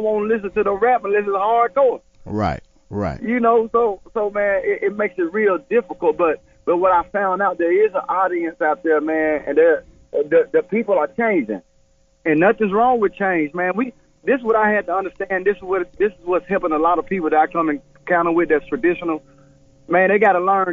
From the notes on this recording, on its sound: Phone interview.